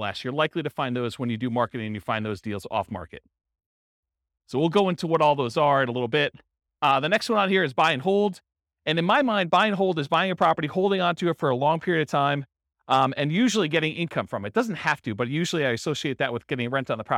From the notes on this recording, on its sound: In San Bernardino, California. This was a live class recorded.